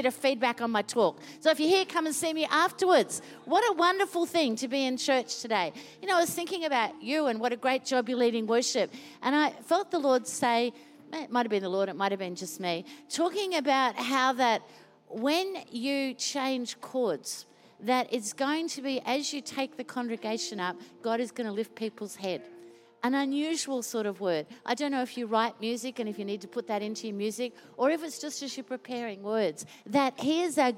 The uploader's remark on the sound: Recorded during our 9am service.